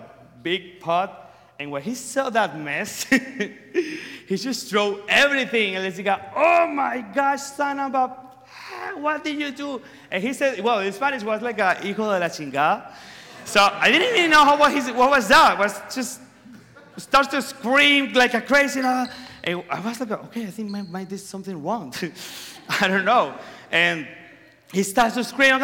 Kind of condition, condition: setting, live audience